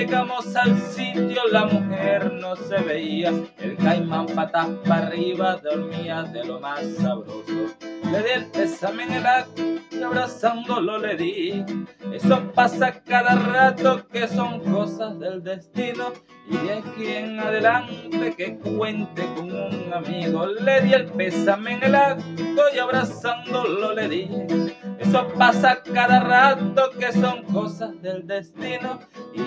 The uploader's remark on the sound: Hive Open Mic. Video recorded from my phone Honor X6s. Video edited with Kinemaster.